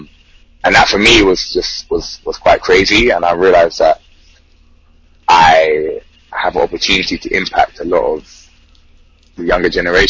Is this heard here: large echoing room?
no